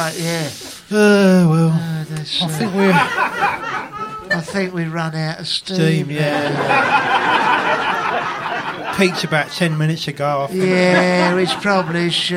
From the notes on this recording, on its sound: In front of a live audience at London's Museum of Comedy.